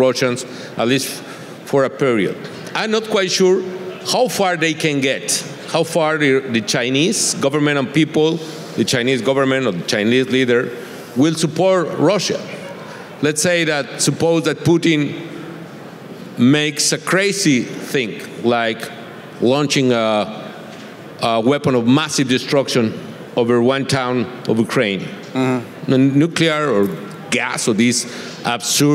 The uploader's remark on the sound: on stage at the 2022 VRIC